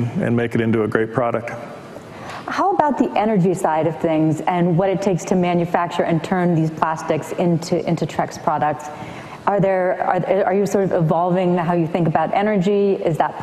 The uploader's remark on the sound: in front of a live audience